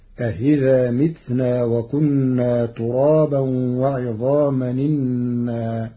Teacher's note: مع تسهيل الهمزة الثانية بين في الموضع الأول